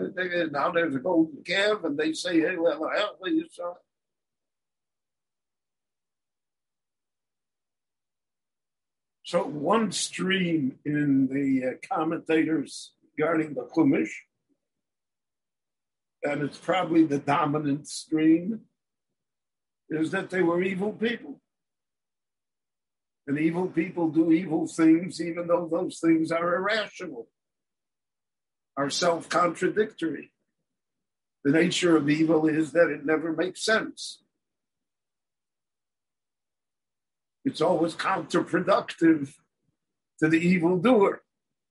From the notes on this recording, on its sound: given LIVE in Jerusalem via Zoom